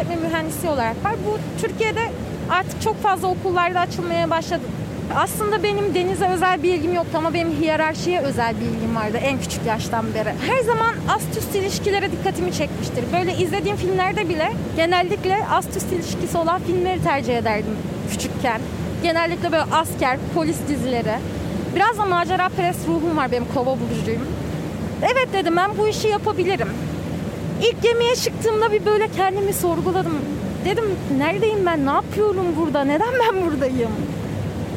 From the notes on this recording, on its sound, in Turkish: üç yıl sonra ilk kez vapura binerken kayıttayız